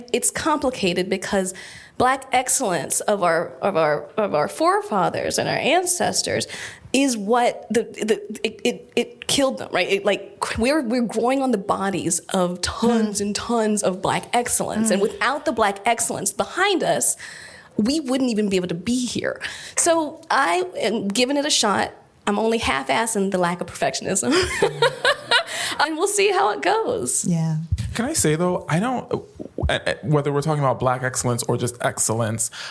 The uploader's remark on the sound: A live conversation in Pasadena, California at the LAist’s Crawford Theatre.